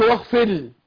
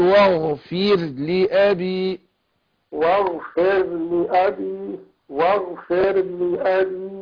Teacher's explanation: واغفر لأبي دي أنت أدغمتها، ما بينتش الراء، لا بين الراء ورققها، مفيش إدغام · Shown in: second take